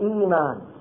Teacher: إفعال، إفعال، إفعال، إيمان. نبدل الهمزة الثانية ياء لأن الهمزة الأولى مكسورة فتصير إيمان. هذا مبدل. · Term: مد البدل